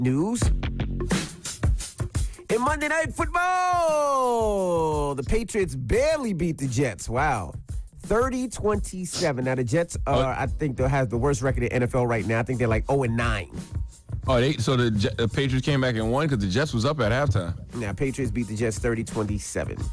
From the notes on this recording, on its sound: Call. We opened up the phone lines.